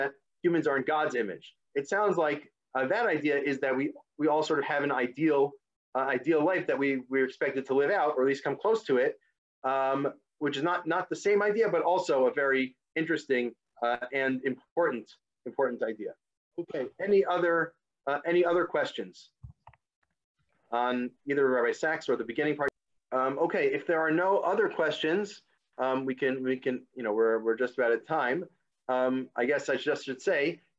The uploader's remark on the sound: This audio was originally captured from Zoom